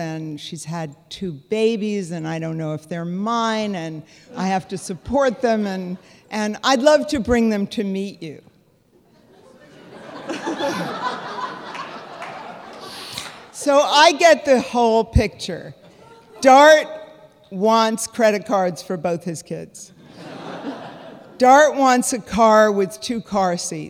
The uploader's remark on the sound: This week, we take a look back at a magical Moth live show.